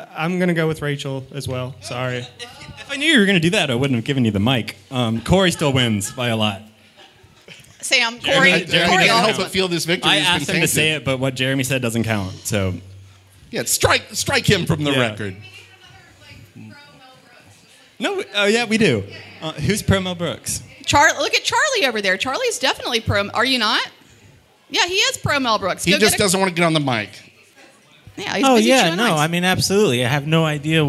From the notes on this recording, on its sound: Live recording from the red/champagne carpet. Of the 2023 Academy Awards. Recorded & Edited by Boutwell Studios.